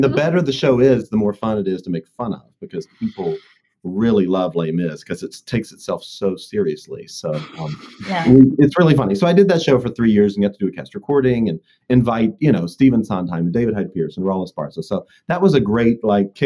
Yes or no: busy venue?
no